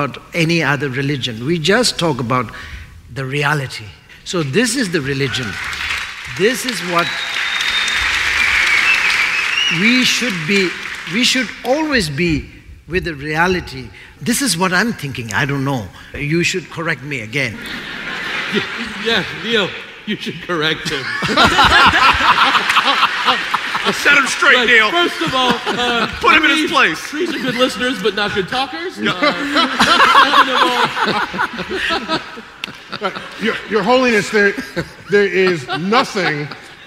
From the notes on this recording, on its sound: StarTalk Live! Part 2 of our show from The Beacon Theater.